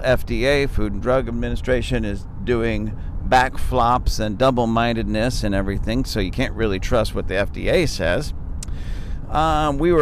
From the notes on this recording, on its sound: This is a conversation we had in the car coming home from a short vacation.